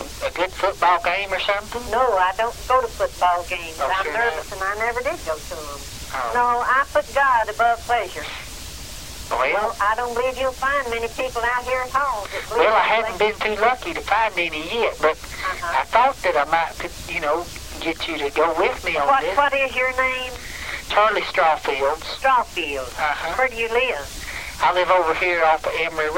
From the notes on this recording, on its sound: Prank Phone Calls